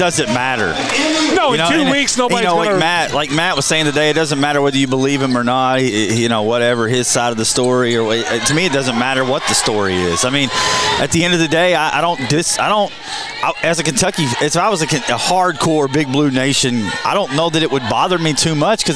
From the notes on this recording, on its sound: Live at the Owensboro Sportscenter.